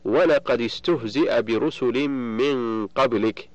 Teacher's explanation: فالدال من قد ساكنة التقت بالسين وهي ساكنة أيضا، فحركت بالكسر للتخلص من التقاء الساكنين